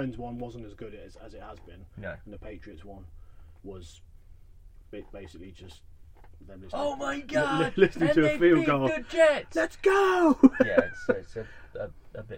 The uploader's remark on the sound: We are back again in our usual spot back in the van with coffee and a good podcast coming up.